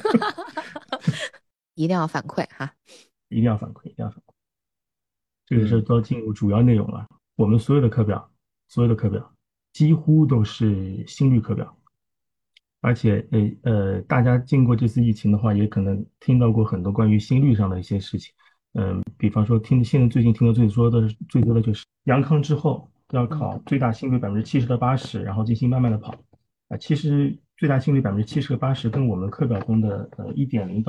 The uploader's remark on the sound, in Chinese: 第一次线上录制